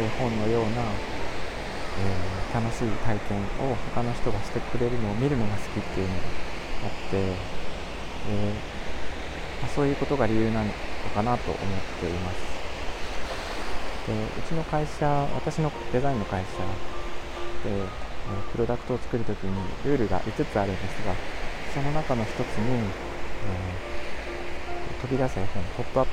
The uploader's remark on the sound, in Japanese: 収録が海に近すぎました。聴きづらくてすみません。